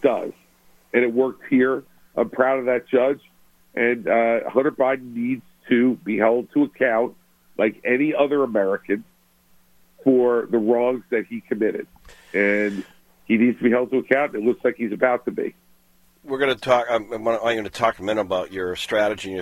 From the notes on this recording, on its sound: called into GMNH